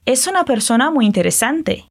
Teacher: vamos a conectar la S de es con la U de una